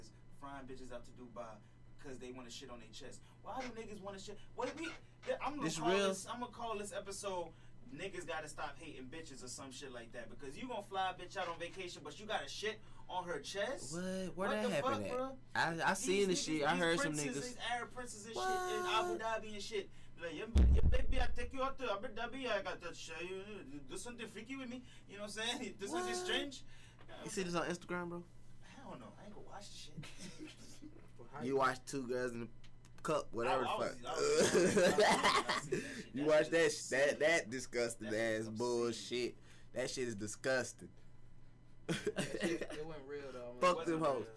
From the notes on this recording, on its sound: Apologies for the sound quality. We constantly forgetting to turn the speakers off before recording, this is the reason for the feedback.